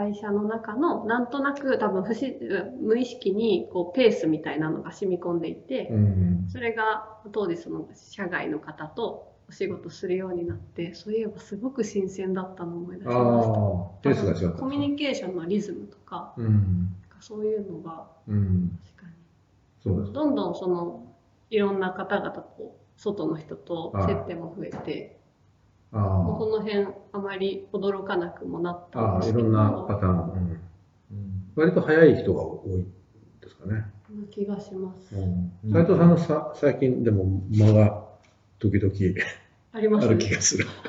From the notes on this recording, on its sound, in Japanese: 旧マイクで音声ややわるいです。